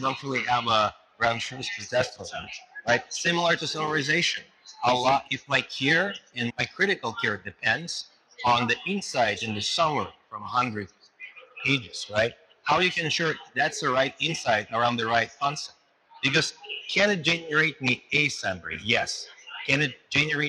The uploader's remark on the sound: it’s an Interview in Action live from HLTH